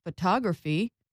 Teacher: For instance, in the word photography, I stressed the second vowel, ah. I said it louder and longer than the other vowels. · Term: primary stress